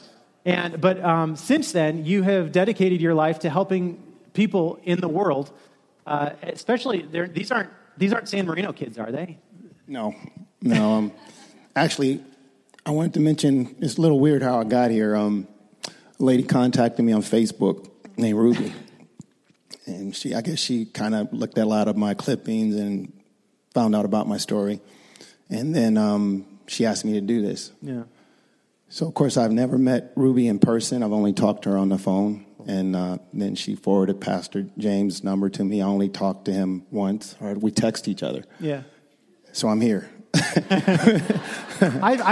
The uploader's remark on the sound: Kick Off message delivered during the Contemporary Worship service.